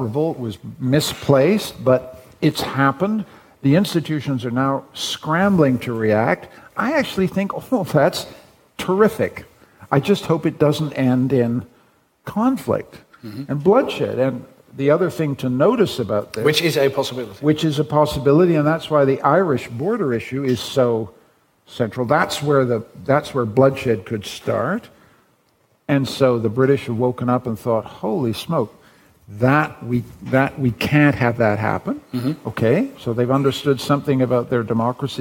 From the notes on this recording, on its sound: Broadcasted live in De Balie in Amsterdam